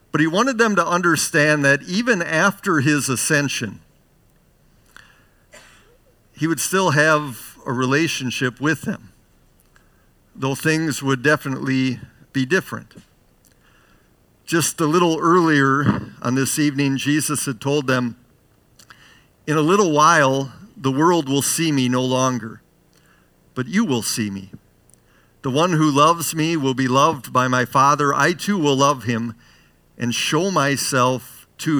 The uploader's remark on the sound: Bethany, Appleton, WI. Preached this sermon at Bethany's Saturday worship on June 4, 2022.